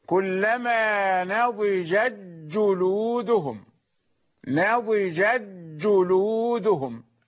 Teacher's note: التاء غير موجودة لأنها دخلت في الجيم